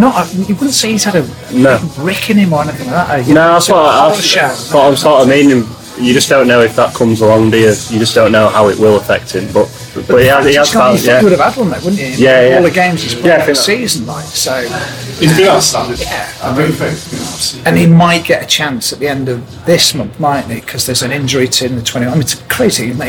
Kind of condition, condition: setting, busy venue